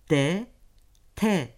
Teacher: Dil ucunun üst dişlerin ardına değmesiyle D, T seslerini çıkarırız